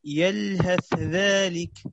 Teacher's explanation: تحتاج إلى سرعة انتقال من الثاء إلى الذال، لأنه اللسان يبادر إلى الإدغام، وهو يعني مذهب الجمهور. · Term: الإظهار